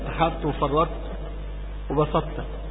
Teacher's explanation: أما إن نطقت ضاء طاء لابد أن تأتي بالجهر وأمثاله، حط وفرط وبسطت، الثلاث ألفاظ، هذه الثلاث ألفاظ تبين أن الطاء مجهور